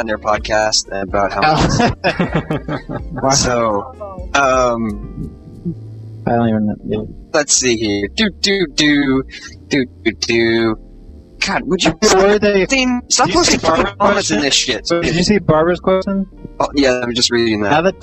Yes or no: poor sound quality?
yes